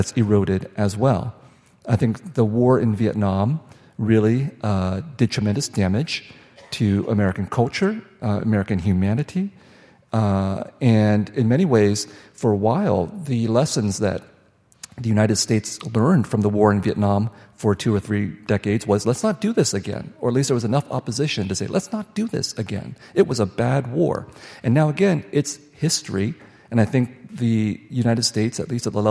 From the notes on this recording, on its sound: on stage at the Fitzgerald Theater for the third conversation in the 2023 Talking Volumes season